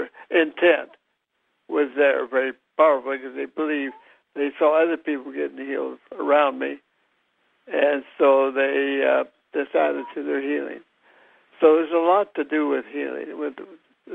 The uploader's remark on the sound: Conference Call LIVE